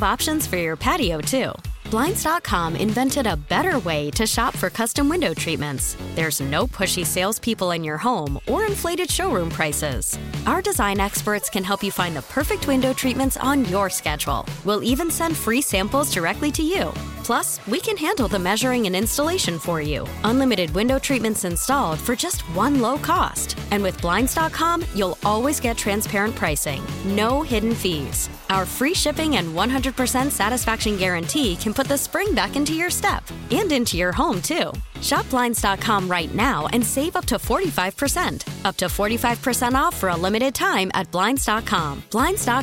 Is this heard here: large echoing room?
no